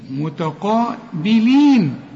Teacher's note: التاء مرققة قوي، القاف أعلى درجات التفخيم